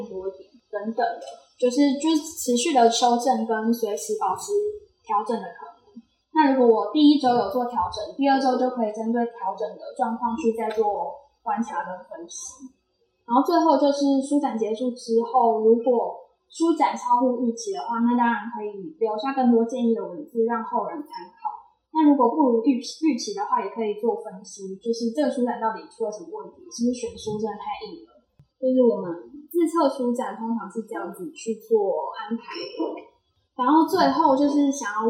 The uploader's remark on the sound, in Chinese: 店員專場講座特輯！現場收音設備不足，後製已盡量降噪處理，音質不佳敬請見諒。